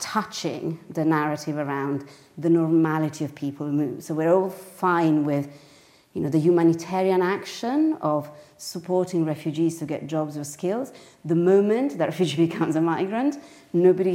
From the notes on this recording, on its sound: Today's episode was recorded during the last Milano Design Week in a panel discussion in partnership with Highsnobiety and Moleskine